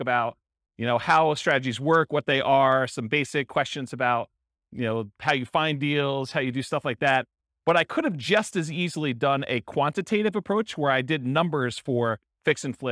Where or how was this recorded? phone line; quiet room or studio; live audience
live audience